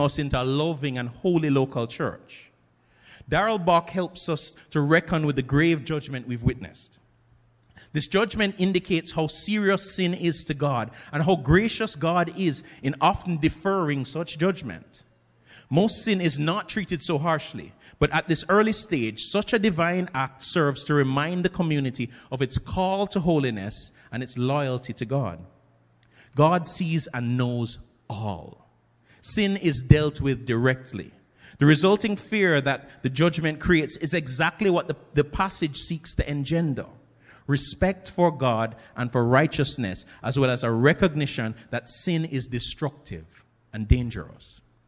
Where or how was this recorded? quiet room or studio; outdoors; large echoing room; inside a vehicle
large echoing room